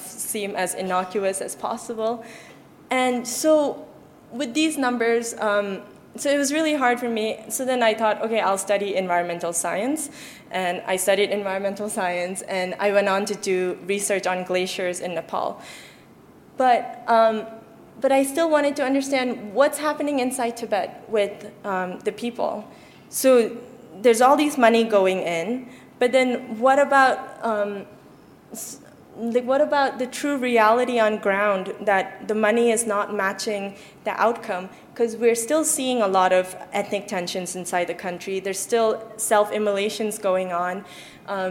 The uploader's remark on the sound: In this public lecture